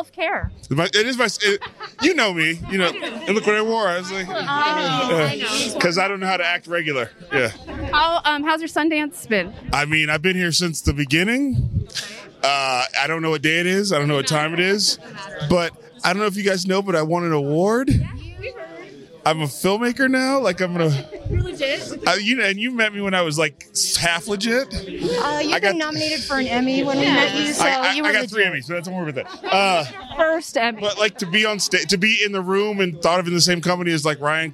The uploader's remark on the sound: Underrated Red Carpet LIVE From Sundance.